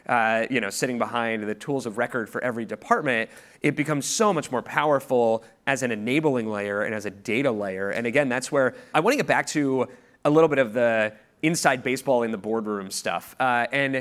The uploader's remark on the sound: In this fireside chat, recorded at the 2022 Crossbeam Supernode conference